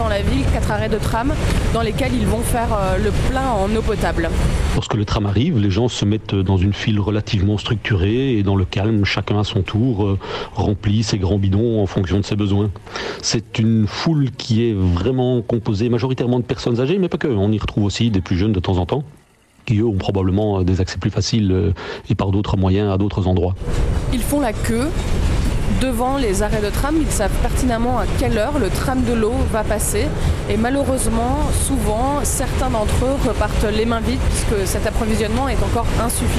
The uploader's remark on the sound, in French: Ils nous ont envoyé des notes audio, parfois au calme depuis leur chambre d’hôtel, parfois au cœur de l’agitation de la ville, en plein reportage.